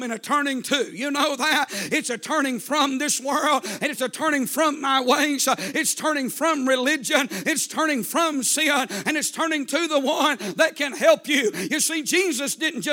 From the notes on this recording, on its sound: A sermon preached Sunday Morning